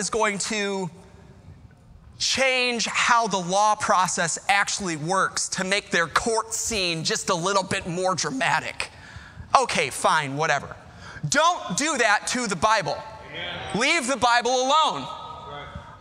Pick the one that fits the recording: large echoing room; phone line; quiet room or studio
large echoing room